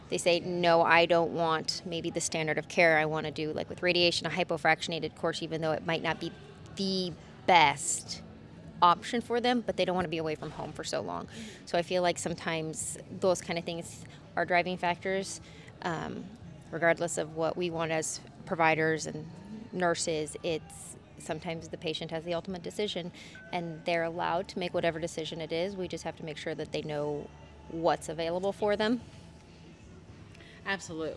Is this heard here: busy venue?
yes